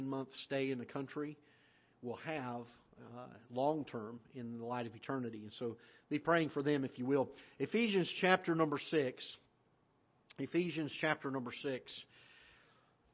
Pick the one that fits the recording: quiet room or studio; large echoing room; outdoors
large echoing room